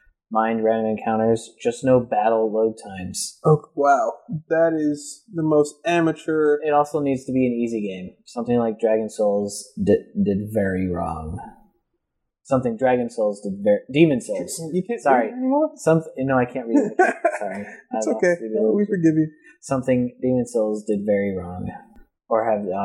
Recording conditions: poor sound quality